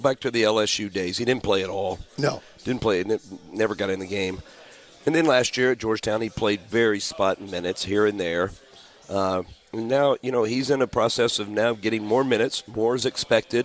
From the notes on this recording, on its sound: live from Humphrey’s Restaurant and Tavern